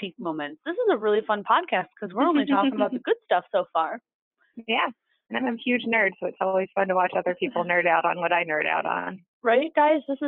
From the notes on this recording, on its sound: She called